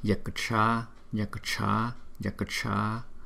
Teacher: Chúng ta đừng có đọc là Yaksha mà đọc là Yaksha Ka. Có chữ K nữa nhưng mà chúng ta đọc rất là yếu